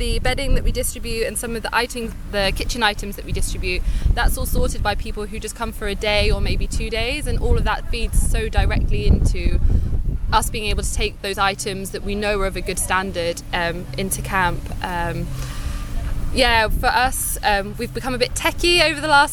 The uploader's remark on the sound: An audio diary from my time volunteering at the Jungle refugee camp in Calais.